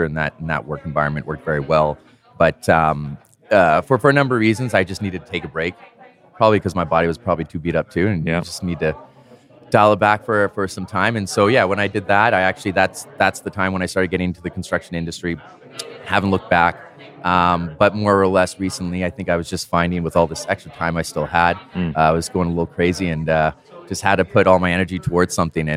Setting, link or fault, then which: setting, busy venue